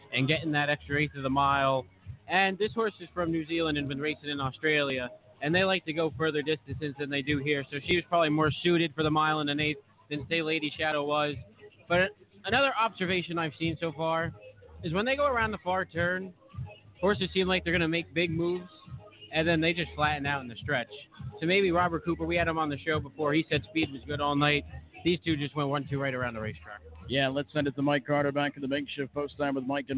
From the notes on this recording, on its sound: The second live remote at Meadowlands Racing and Entertainment. Post Time will be live on-site covering the 2017 Crawford Farms Meadowlands Pace. By stopping by the table on the rooftop terrace where they will be doing the show live.